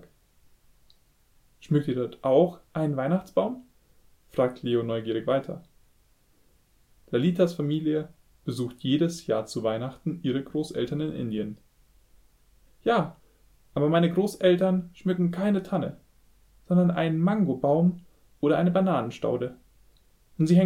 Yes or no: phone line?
no